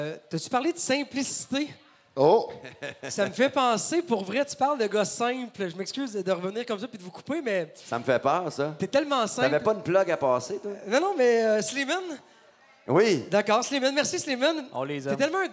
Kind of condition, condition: setting, live audience